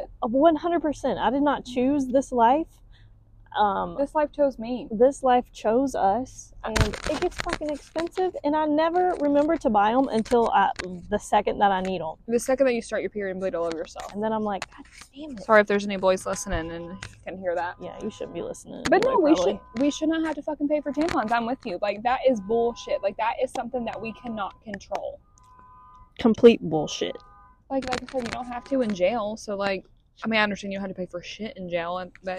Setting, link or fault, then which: fault, poor sound quality